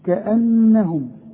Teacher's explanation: النون هي المشددة اللي لازم تغن